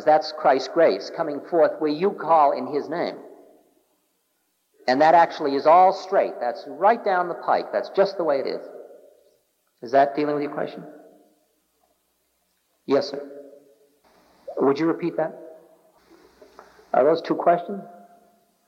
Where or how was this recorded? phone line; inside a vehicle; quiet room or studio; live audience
live audience